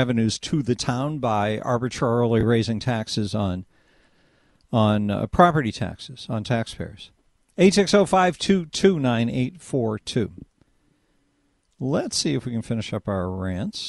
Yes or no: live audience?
no